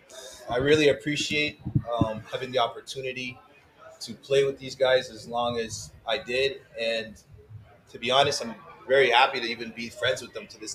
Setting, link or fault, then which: setting, busy venue